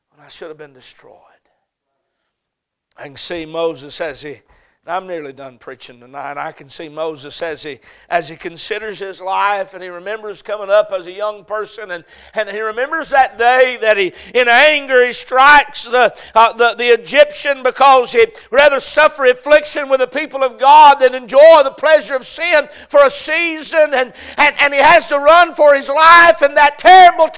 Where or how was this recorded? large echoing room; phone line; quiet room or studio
large echoing room